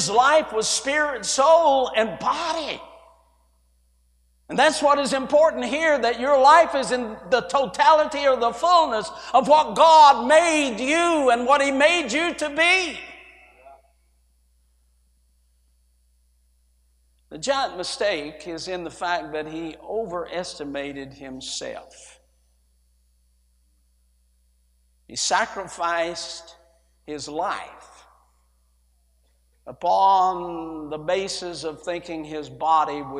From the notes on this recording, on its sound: A sermon preached Wednesday Morning during our Spring Jubilee, on March 29, 2023.